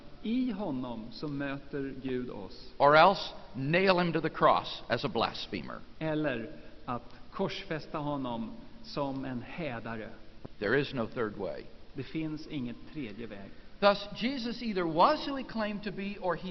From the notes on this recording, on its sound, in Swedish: Inspelad i Saronkyrkan, Göteborg 1999-03-14.